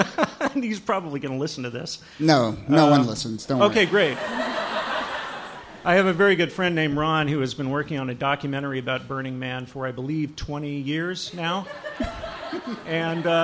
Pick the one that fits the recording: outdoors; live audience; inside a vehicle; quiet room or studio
live audience